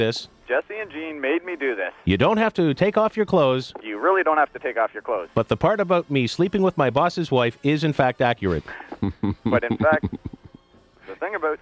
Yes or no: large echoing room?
no